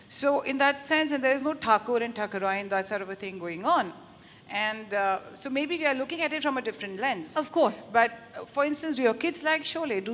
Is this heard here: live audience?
yes